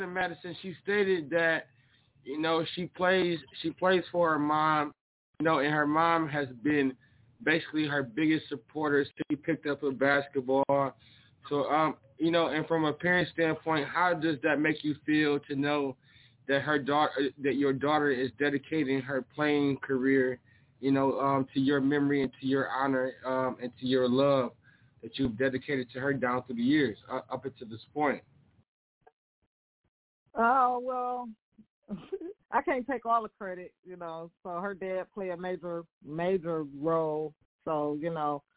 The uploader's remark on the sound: SportsTalkDT Live On iFM Sports Radio. The phone lines will be lit for these interviews!